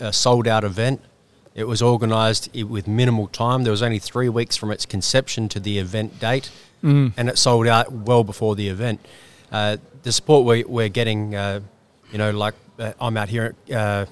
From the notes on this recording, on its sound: On Thursday 5 May 2022 we live cast from the Moore & Moore cafe in Fremantle Western Australia